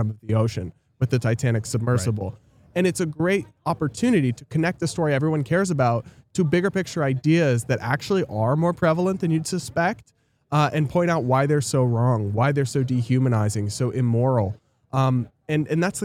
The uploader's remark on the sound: live from FreedomFest in Memphis, TN!